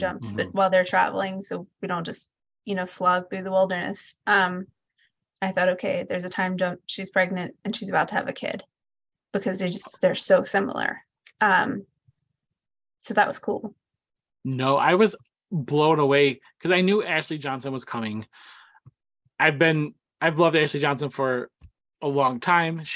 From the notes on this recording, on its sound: That includes us here at The Cosmic Circus, so of course we had to jump on Zoom for The Last of Us discussion podcast, capping the end of an excellent season.